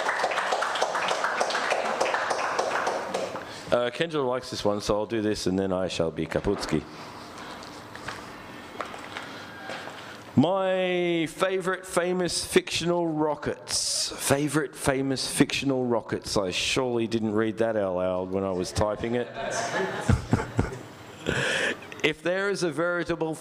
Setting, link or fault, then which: setting, live audience